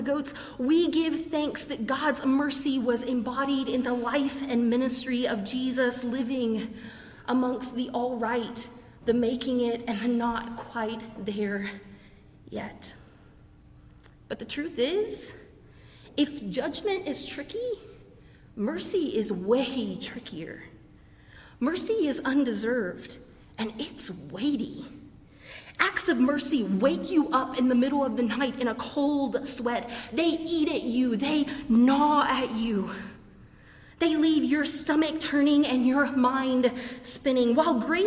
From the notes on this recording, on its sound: preached during our 11:00 service on Sunday